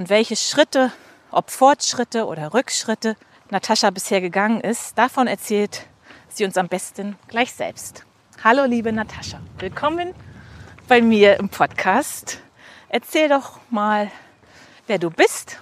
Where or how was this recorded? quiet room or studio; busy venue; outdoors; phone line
outdoors